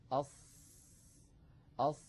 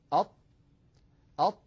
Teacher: تجدون الصوت منحصر بين اللسان وبين الحنك الأعلى · Term: الإطباق